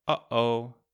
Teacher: You might also know this as the glottal stop. So it's in the glottis here, it's produced there, so your vocal cords, they only open and close once. It sounds like when you click on the computer mouse, like a small click.